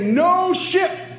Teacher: it is a bilabial plosive stop, not a linguodental stop